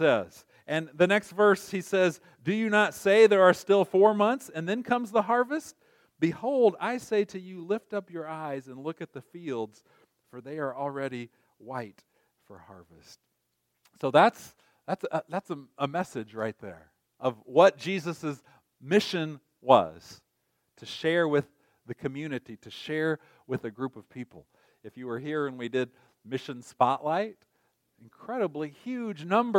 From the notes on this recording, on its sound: recorded on November 4, 2023, at Ringgold Seventh-day Adventist Church